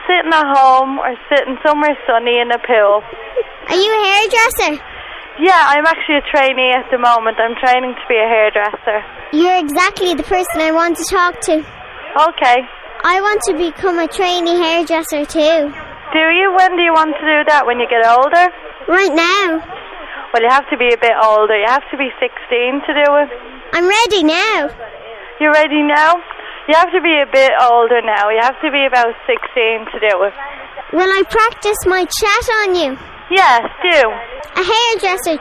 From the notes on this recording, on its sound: Prank Phone Calls